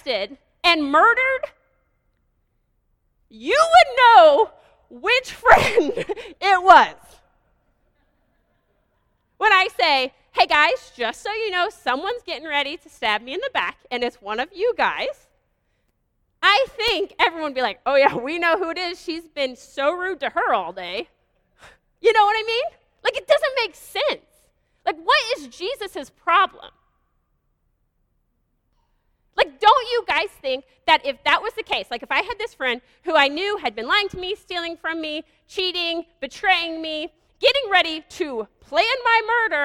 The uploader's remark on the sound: This is a live teaching done at Bykota Church service.